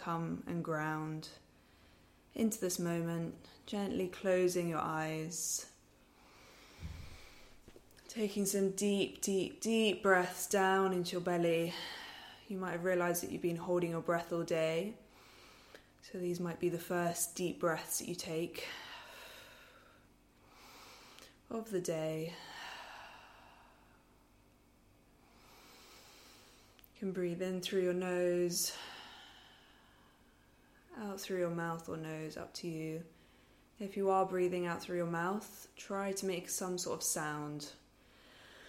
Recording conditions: sounds in the background